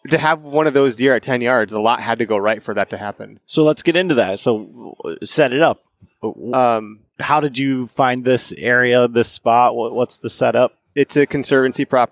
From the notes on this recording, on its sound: This podcast was recorded in the Latitude Outdoors booth at the 2022 ATA show in Louisville Kentucky.